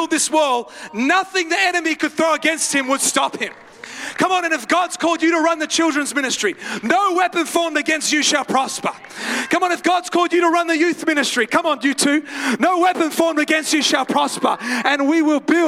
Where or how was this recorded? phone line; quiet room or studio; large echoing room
large echoing room